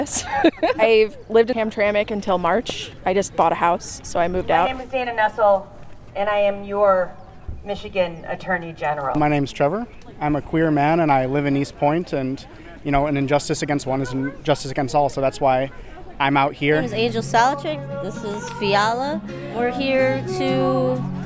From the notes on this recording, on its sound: voices from the rally at Winfield Park outside of the Hamtramck City Hall